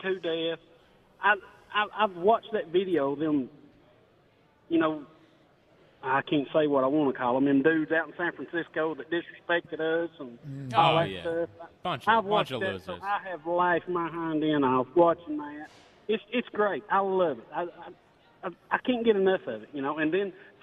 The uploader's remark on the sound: Live from Chickies in South Philadelphia